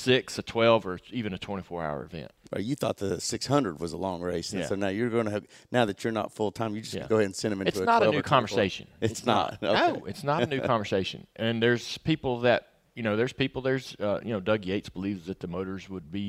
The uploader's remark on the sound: Live from Daytona. Are live from the Daytona 500 at the Chevy Experience.